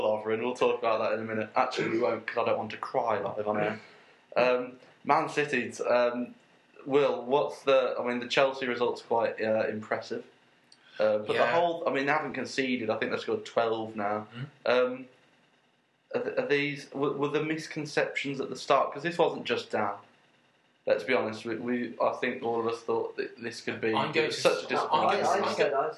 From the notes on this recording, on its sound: left the mic at home so we apologise for the sound quality of this one and the brief interlude at 26 mins where the track breaks up.